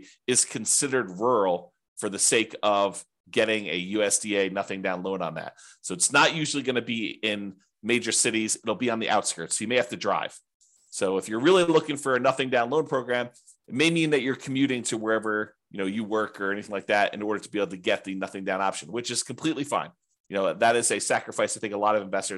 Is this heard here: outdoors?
no